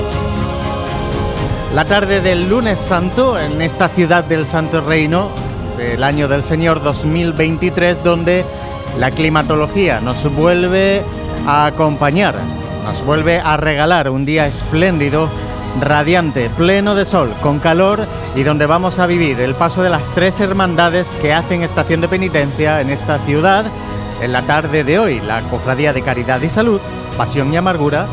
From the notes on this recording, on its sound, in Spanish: Retransmisión en directo del Lunes Santo en Jaén en el año 2023.